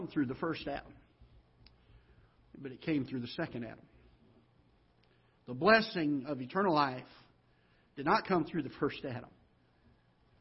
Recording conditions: large echoing room